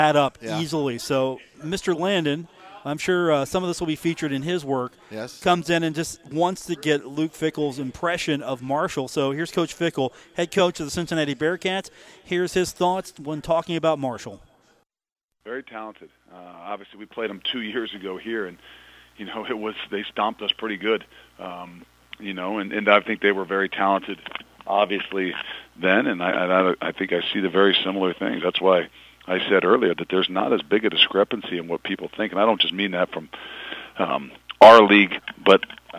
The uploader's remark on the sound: live from The Union Pub and Grill